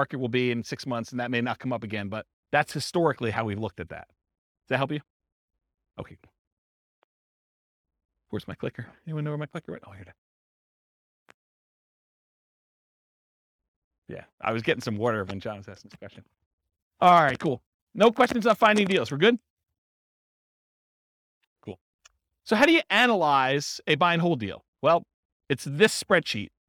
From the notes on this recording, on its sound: This was a live class recorded